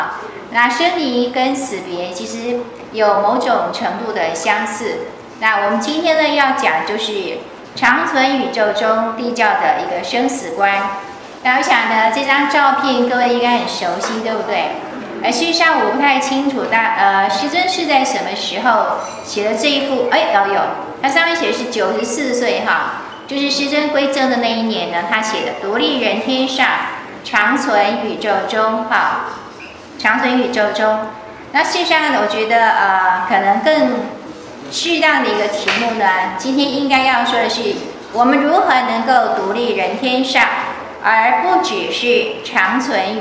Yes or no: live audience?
yes